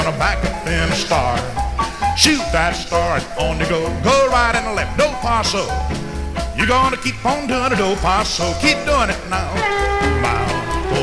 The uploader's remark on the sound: Track six, record one from the 1964 Blue Star Jubilee Square Dance held in the Sam Houston Auditorium.